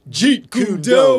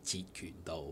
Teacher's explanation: So it's all low level tones, right? · Shown in: second take